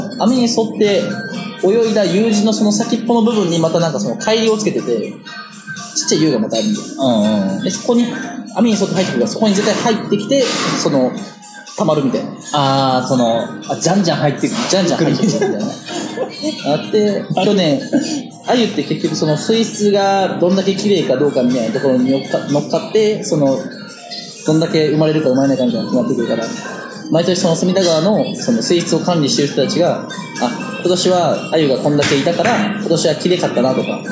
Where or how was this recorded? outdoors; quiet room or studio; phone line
outdoors